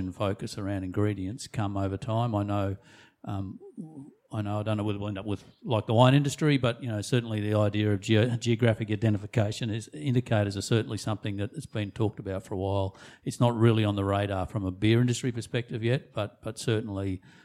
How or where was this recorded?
busy venue